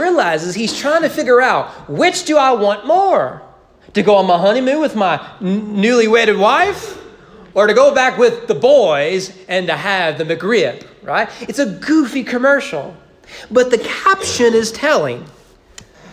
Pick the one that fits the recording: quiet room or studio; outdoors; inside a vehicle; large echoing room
large echoing room